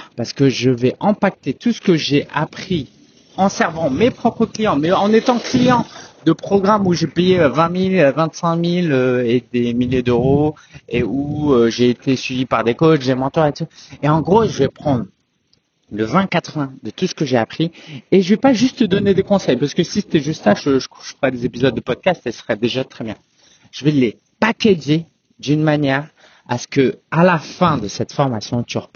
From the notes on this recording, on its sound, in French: Excuse-moi pour la qualité du son, j’ai enregistré cet épisode en extérieur avec du vent